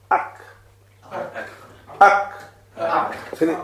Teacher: the back of the tongue rises and touches the soft palate, which is slightly towards the mouth, not towards the uvula. So, it's touching the palate. · Term: Kaf